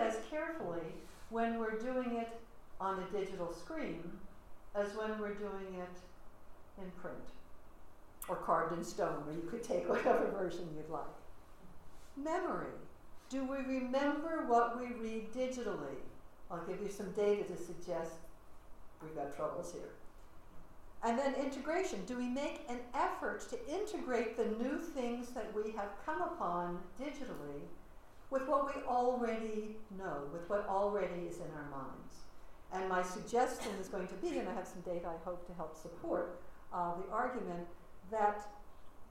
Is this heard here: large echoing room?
yes